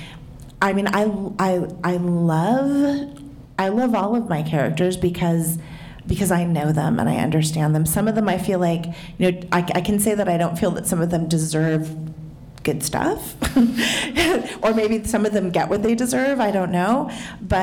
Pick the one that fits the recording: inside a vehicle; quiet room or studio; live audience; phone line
live audience